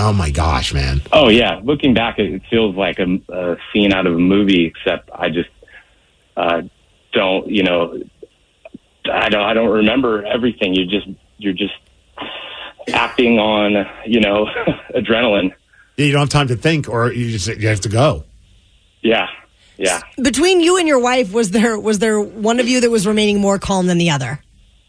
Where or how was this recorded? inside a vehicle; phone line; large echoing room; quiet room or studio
phone line